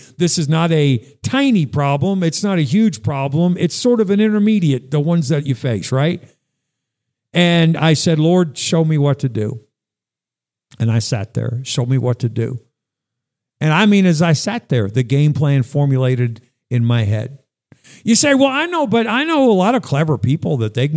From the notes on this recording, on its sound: Sunday morning message at Northeast Baptist Church, Danbury, CT